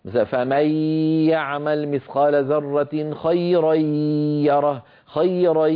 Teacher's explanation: لابد من صوتين، ياء من الفم غنة من الخيشوم